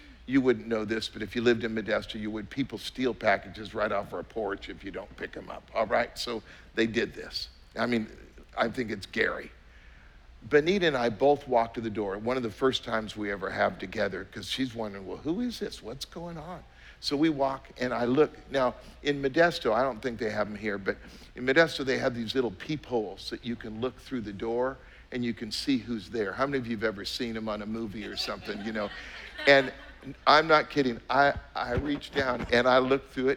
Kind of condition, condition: setting, live audience